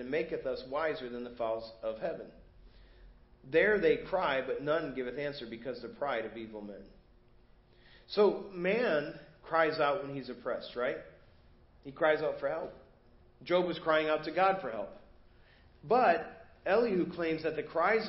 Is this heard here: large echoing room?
yes